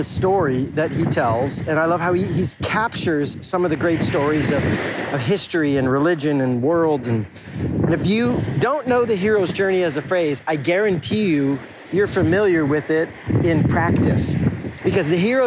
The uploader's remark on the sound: I came back to the town I grew up in and it got me thinking. Sitting on the beach, I pulled out my phone.